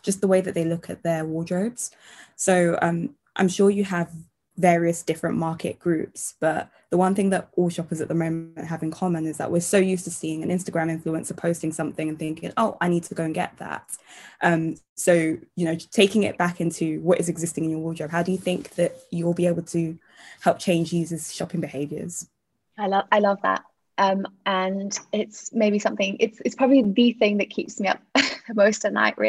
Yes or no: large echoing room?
no